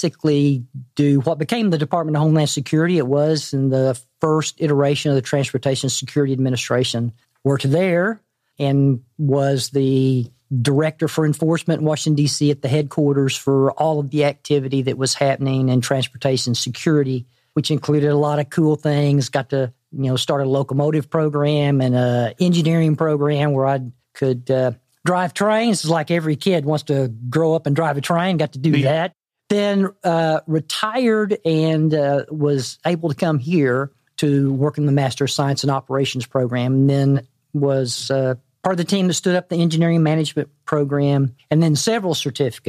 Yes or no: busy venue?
no